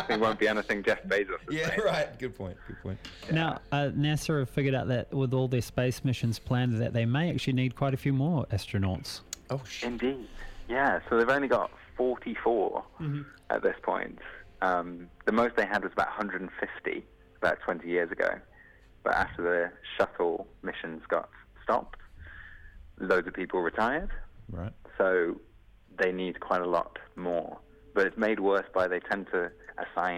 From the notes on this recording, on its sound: jumps on the phone